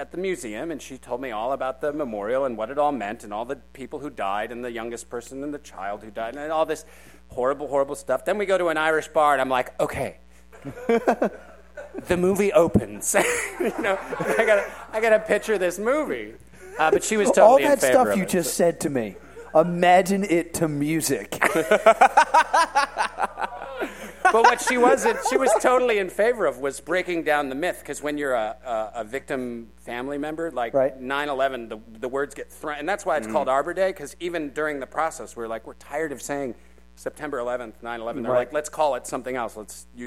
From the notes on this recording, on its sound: We are live from Nauticon Provincetown Massachusetts